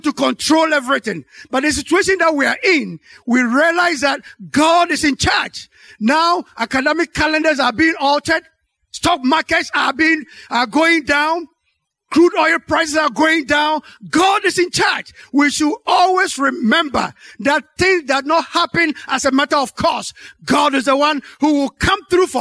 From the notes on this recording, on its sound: Sermon preached at Calvary Baptist Church.